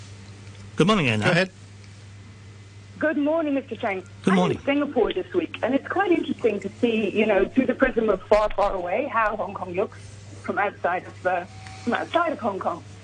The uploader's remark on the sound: Policy Address Phone-in.